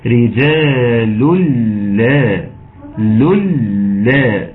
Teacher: اللام الثانية اشد وزمنها اطول ووزنها اثقل من اللام الاولانية، لان التانية مشددة باثنين والاولانية مخففة بلام واحدة. · Term: مفتوحة مشددة